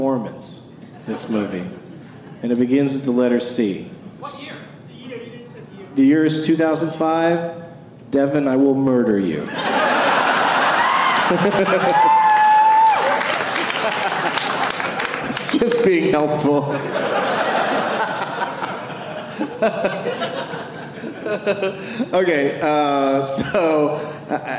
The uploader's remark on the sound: Live from the Pittsburgh Improv.